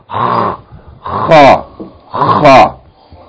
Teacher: its articulation point is from the top of the throat, from the same place as the letter Ghain